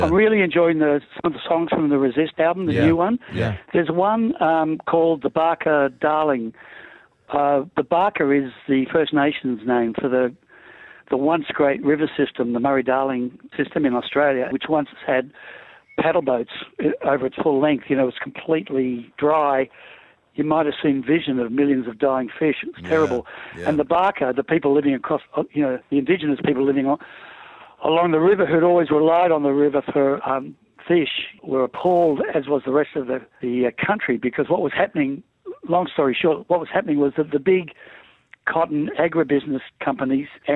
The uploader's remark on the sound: We are joined on the phone